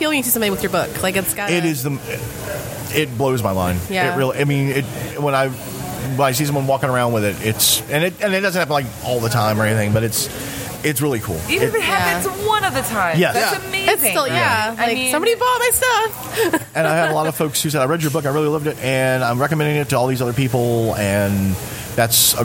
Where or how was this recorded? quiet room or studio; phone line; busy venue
busy venue